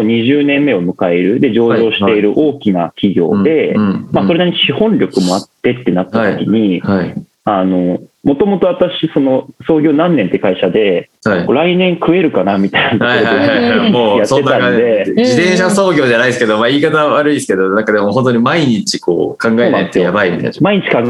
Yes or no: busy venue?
no